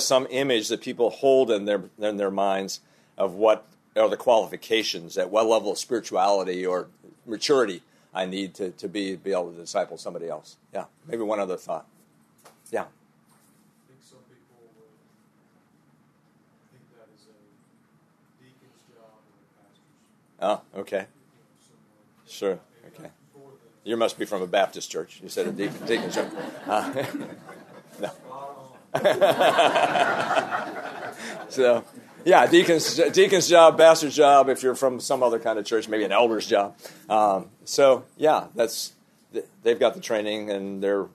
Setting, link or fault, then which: setting, busy venue